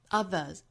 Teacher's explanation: other 后面加的这个 s 呢读浊辅音